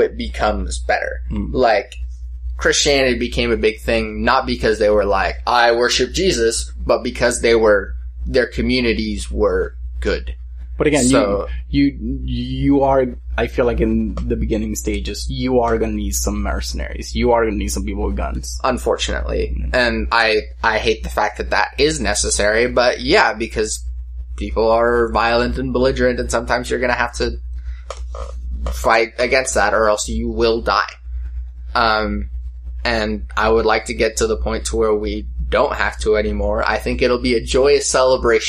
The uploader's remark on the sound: Sorry about the slight hum in the audio